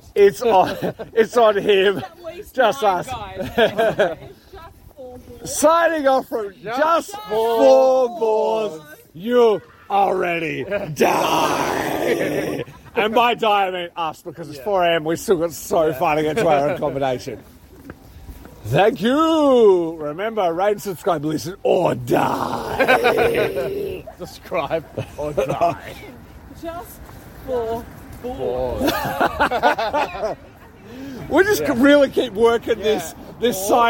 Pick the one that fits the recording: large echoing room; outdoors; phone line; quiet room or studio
outdoors